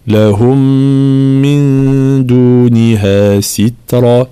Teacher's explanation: فإدغام الميم الأولى في الثانية مع الغنة